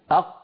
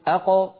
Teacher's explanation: قد انفتح المخرج وخرجت القاف الساكنة المقلقلة بالتباعد بين طرفي عضو النطق لا بالتصادم · Shown in: second take · الأصل أن تخرج بالتصادم، لكن لو فعل العرب ذلك لحصل هذا الإزعاج، فبفطرتهم أخرجوا هذه الخمسة بالتباعد بين طرفي عضو النطق دون أن يصاحب ذلك شائبة حركة لا فتحة ولا ضمة ولا كسرة.